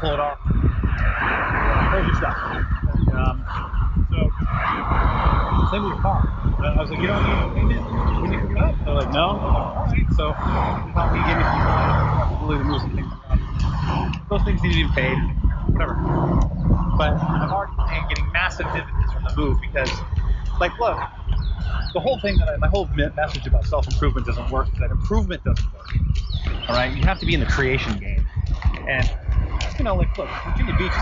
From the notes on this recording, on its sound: Just a warning the sound quality on this is abysmal. I'm walking next to a busy road for most of it with apple airpods.